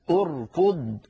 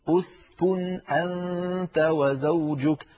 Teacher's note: أركض أركض، همزة الوصل بعدها راء ساكنة بعدها كاف مضمومة، من أجل ضمة الكاف ضممنا همزة الوصل عند البدء بها، فنقول أركض.